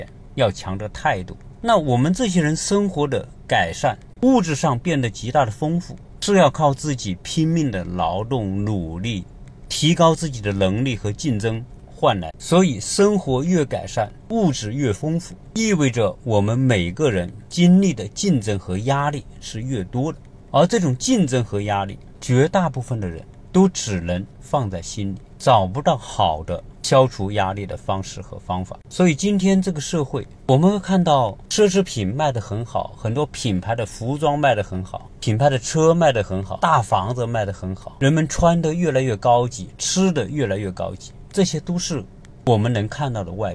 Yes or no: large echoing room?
no